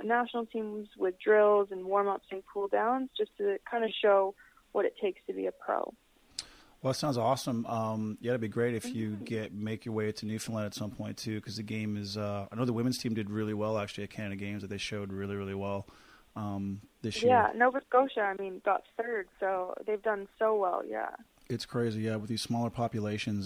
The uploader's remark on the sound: Joins me by phone.